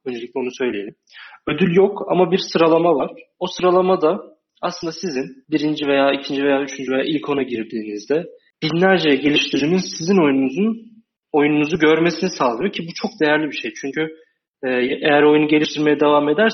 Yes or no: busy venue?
no